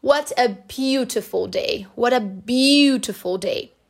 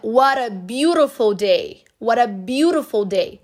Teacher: Porque, ó, primeiro som de R aí, T com som de R na palavra what · Shown in: second take